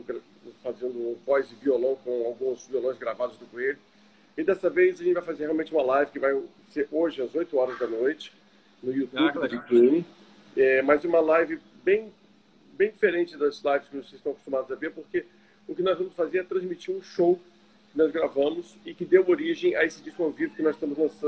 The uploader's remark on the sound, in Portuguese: ao vivo no Instagram da Alvorada FM